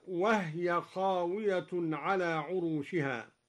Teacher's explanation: قرأ الدوري بإسكان الهاء